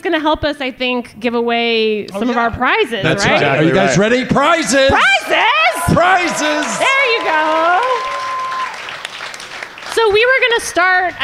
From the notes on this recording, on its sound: Live from Comic-Con 2019. Are live from the Team Coco House at Comic-Con 2019!